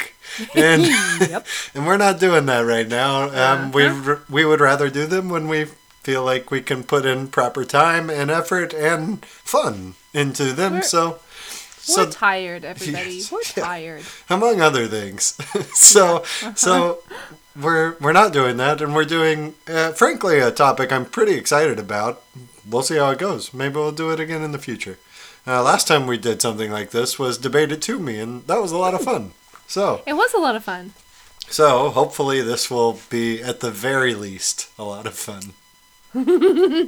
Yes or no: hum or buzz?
yes